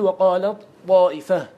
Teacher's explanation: تاء وطاء مخرجهما واحد، فتقول وقالت طائفة بالإدغام وجها واحدا، هذا هو التجانس.